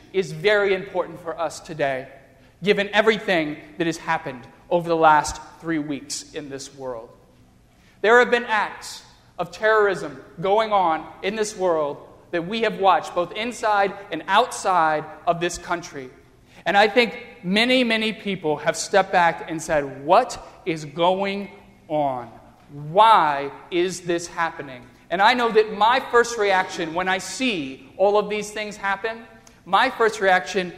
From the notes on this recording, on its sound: during the Crossroads service (9:30 am) on Sunday, December 6, 2015, at First Presbyterian Church of Arlington Heights, Illinois.